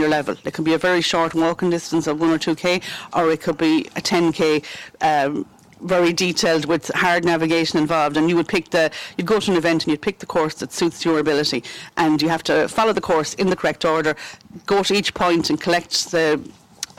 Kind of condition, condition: setting, busy venue